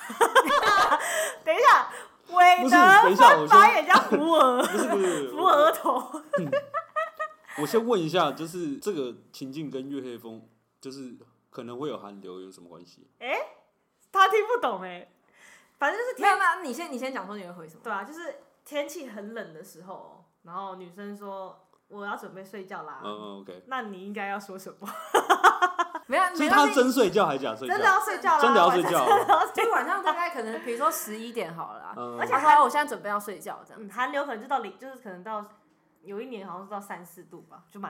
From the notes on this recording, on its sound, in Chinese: 本集因為共用麥克風所以音質可能會有點小小的不好或不清楚還請多多擔待。